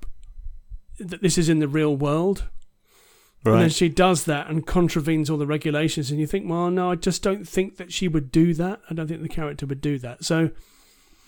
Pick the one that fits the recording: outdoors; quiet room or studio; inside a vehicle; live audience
quiet room or studio